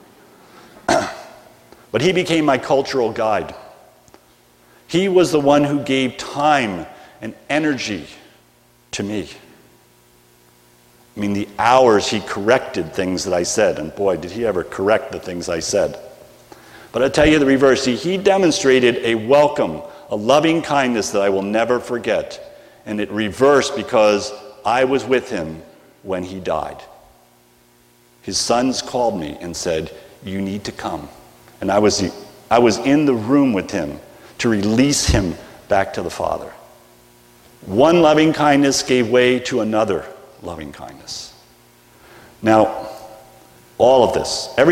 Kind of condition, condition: setting, large echoing room